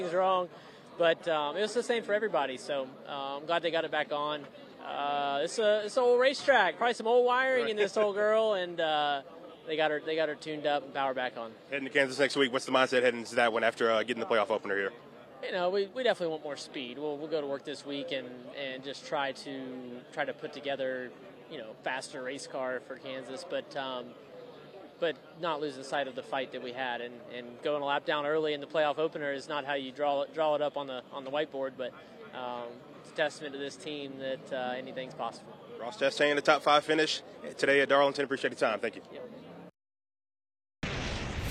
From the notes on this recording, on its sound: LIVE reaction from the NASCAR Playoffs in Darlington